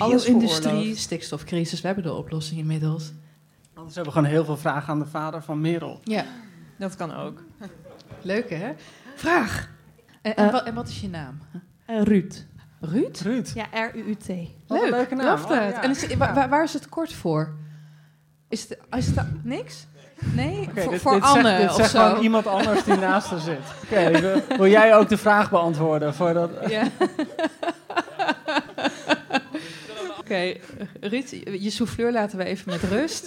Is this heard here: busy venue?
yes